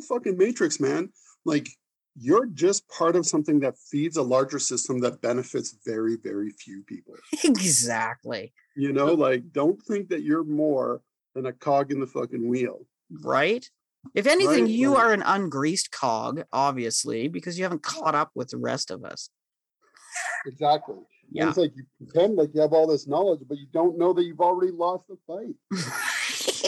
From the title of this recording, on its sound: on Zoom